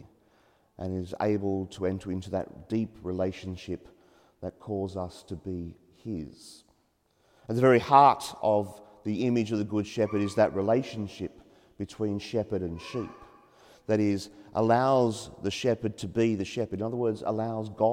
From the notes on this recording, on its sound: as preached during the 8am Mass at Mary Immaculate Church, Tighes Hill